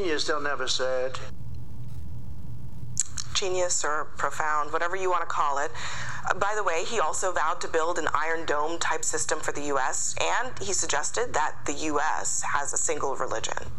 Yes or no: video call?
no